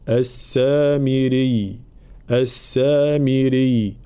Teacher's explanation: طبعا الوقف على كلمة السامري لأن الياء مشددة هنا، فلا نقول السامري، لا، لابد من بيان تشديد الياء بلا مبالغة